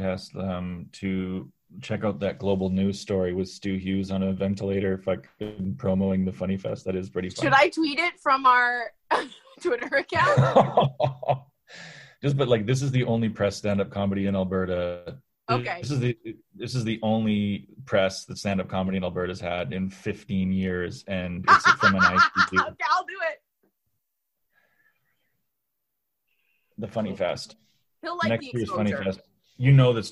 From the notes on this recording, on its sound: Thing have been a little bumpy over here in Alberta but we are BACK thanks to Zoom!